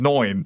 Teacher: So that long vowels I, and I have a Cockney tendency to widen it so it becomes I, they in Australian English, they narrow it so that nine becomes noin.